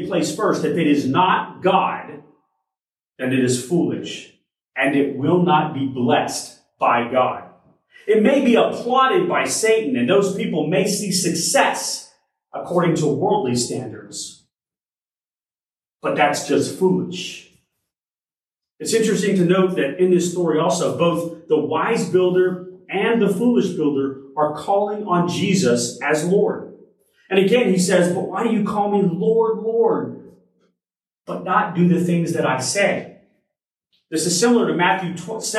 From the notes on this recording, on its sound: Originally delivered on January 30, 2023 at Crossroads Christian Fellowship in San Antonio, TX.